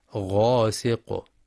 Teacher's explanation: ويراعى في قوله تعالى ومن شر غاسق إذا وقب بيان الإظهار الحلقي للتنوين لوقوع الهمزة بعده غاسق إذا، مع الحذر من ترقيق الغين في غاسق لأنها من حروف الاستعلاء